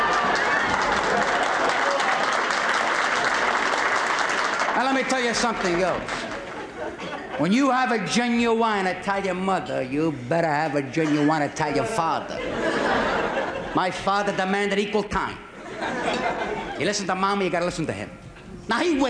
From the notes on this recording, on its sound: Selected cuts from the album originally recorded at Carnegie Hall in New York. The live audience's laughter can seem shrill at times.